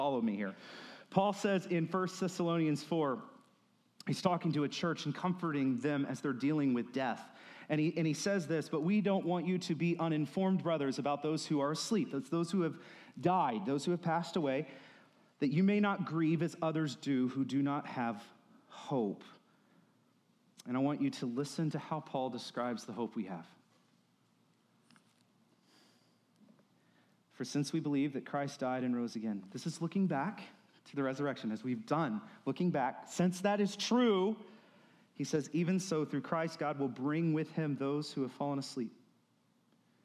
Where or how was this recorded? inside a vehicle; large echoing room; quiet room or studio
large echoing room